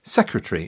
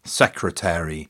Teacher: the omitting of entire syllables, so saying secretary instead of secretary, and necessary rather than necessary · Shown in: first take